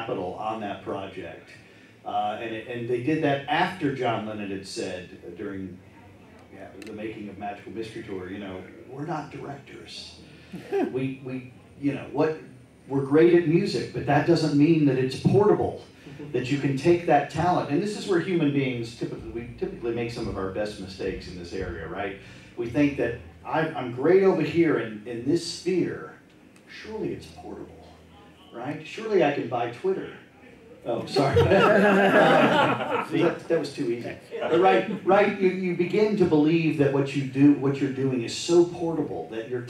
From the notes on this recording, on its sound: The special Talk More Talk panel features the popular "Wrack Our Brains" game in front of a live audience. Fields questions from the audience.